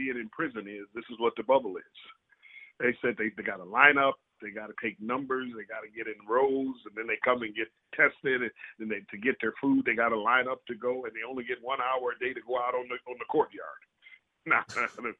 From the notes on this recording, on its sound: Called in from LA.